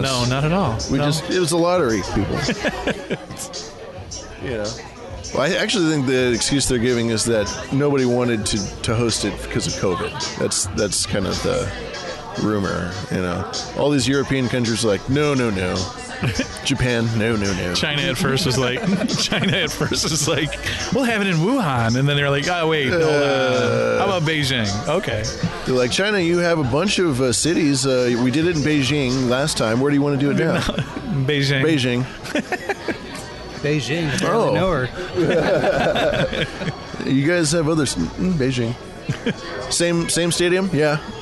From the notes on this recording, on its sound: Tennessee Meetup. The full live stream of the Nashville meetup.